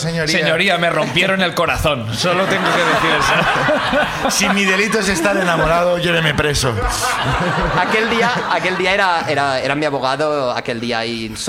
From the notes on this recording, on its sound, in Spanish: El público sube a contarnos una ruptura, unos audios extraviados, un 2020 con altibajos y un mono de Zaragoza.